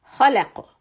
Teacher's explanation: This is a three letter verb and the normal way to pronounce it would be to push or emphasize on the first letter more than the others, and qaf will get a qalqala in the end.